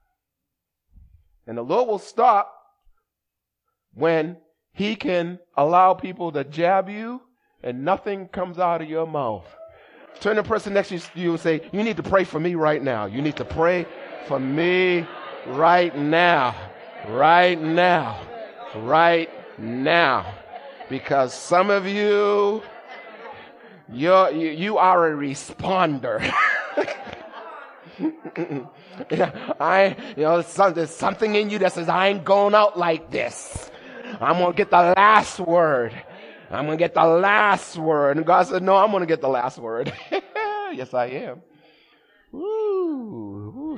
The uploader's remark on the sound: Recorded at the 8:30am Service on 2017-04-30.